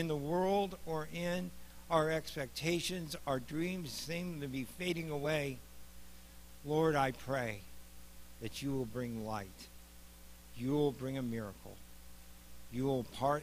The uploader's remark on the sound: Mt. Zion Church Live!